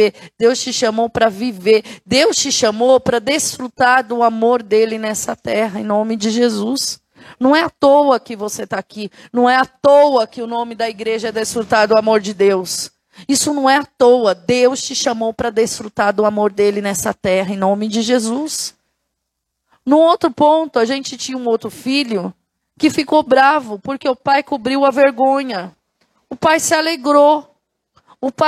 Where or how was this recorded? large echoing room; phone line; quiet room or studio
large echoing room